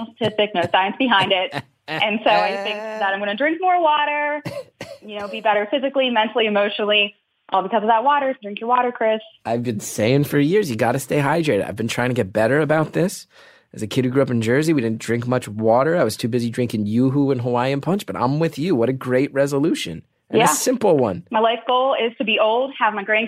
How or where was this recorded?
phone line